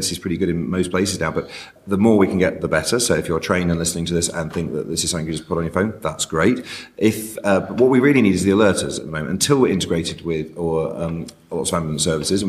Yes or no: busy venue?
yes